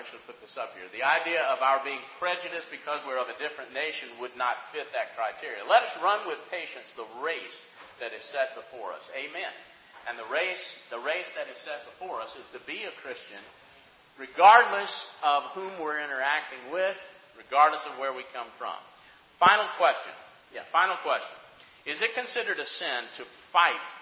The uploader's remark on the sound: Questions from the audience